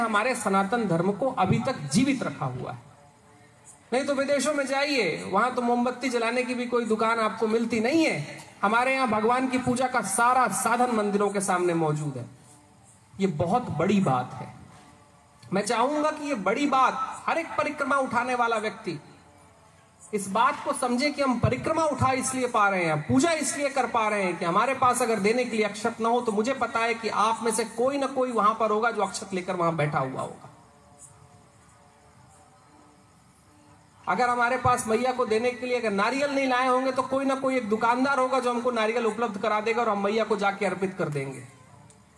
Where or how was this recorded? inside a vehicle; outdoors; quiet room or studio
outdoors